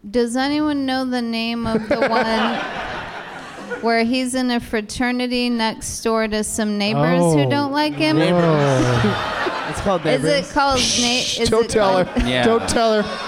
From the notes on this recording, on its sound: Live from the SF Sketchfest in San Francisco